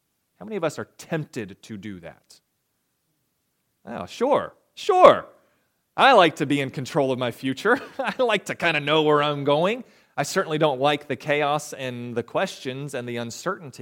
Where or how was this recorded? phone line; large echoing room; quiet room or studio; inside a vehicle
large echoing room